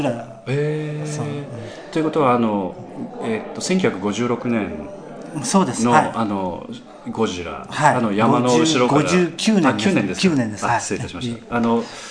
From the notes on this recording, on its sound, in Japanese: 第32回公演「ミスター・ムーンライト」の客演の方々との飲み会時に収録させていただきました録音です。